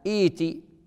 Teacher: ونظير هذا في القرآن الكريم فعل الأمر من أتى ائتي، فأنت إذا أمرت بالإتيان تقول تأتي بهمزة الوصل وتأتي بالهمزة الساكنة التي هي أصلي التي هي همزة قطع، تقول إيتي، همزة الوصل تحققها فتصبح همزة مكسورة والثانية الساكنة تصبح ياء